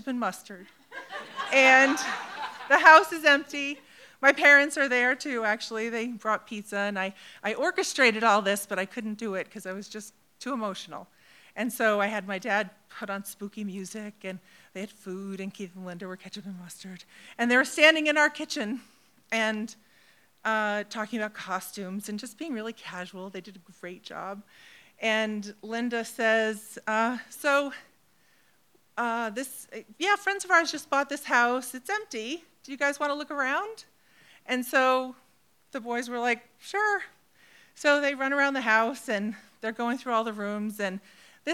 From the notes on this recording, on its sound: recorded in front of a live audience at Provincetown Theater on December 14, 2019